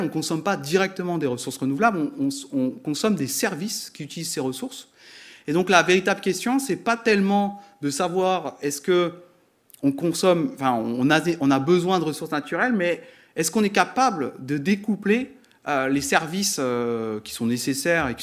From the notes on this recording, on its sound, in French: Conférence donnée à Grenoble le 13/05/2022